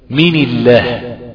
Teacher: طب اقولها مثلا مين الله مثلا لله مين الله من مكسور النون مكسور، يبقى اللام الثانية في لفظ الجلالة مرققة